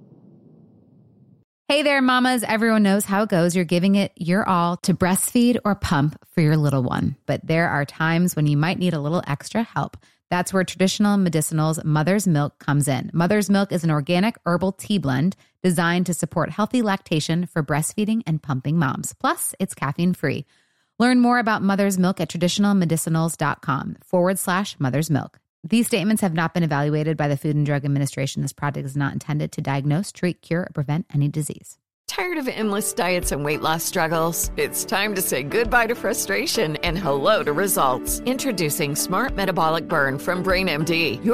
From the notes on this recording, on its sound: We're live from SoCal Country at the Brewery!